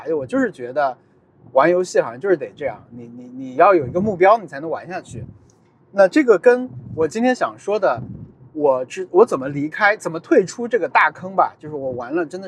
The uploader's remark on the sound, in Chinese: 本期节目在车内录制，视听体验都不怎么样。踢球回家路上。